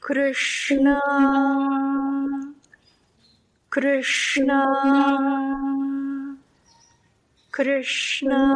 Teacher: Even though you're making, so the R, you're making a tap. Sh, you're making air hiss there. And then Na, you are kind of savoring a little contact during that Na.